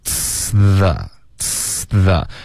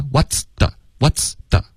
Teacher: ts the?然后这一段就是最难的。很多的学生就没法发一个 ts,后面接着一个 the,OK?、尤其是连发过去。所以这个 ts,你要持续 ts,这个 s 的音。注意舌尖啊，稍微往前一点就碰到上齿了，就进入到一个 z 的音，中间不要顿，一定要连贯 · Shown in: first take